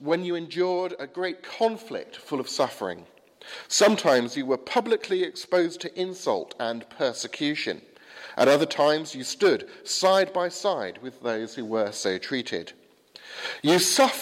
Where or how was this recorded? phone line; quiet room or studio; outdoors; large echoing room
large echoing room